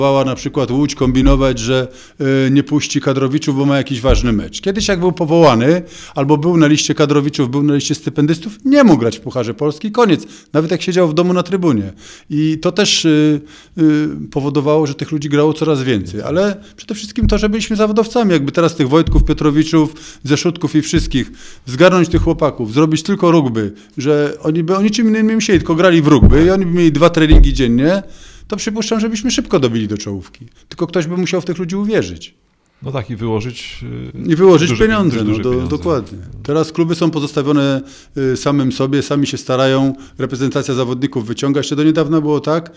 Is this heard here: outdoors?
no